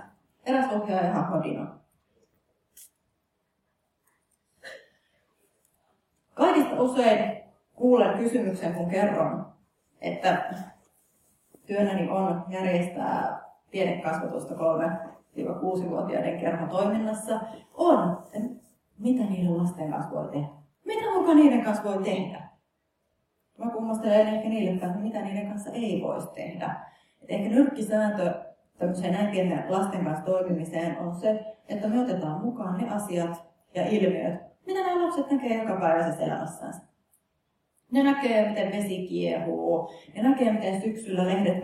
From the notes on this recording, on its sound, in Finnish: Helsinki, Kumpulan kampus, Physicum, sali D101. Laitteet: Zoom H4n.